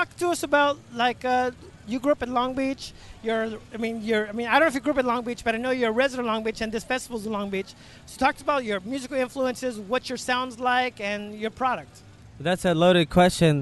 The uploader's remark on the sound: At the Long Beach Music Tastes Good Festival. Took some time before he was scheduled to perform at the Music Tastes Good Festival.